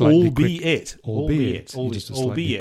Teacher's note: With the emphasis in the B in the middle. · Term: word stress